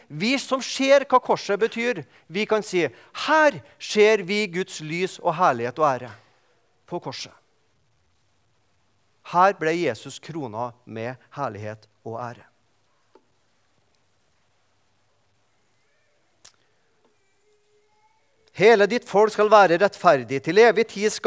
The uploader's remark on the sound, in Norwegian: i gudstjenesteni Misjonshuset